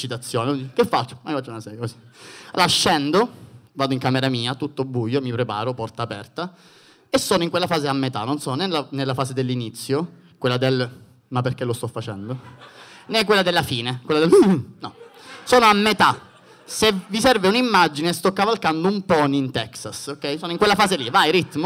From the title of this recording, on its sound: Open Mic Tour - Palermo - Comedy Central